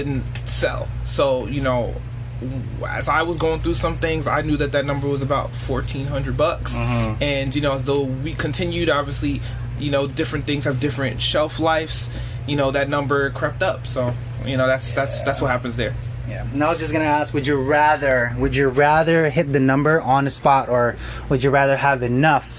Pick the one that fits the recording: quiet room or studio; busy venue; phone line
busy venue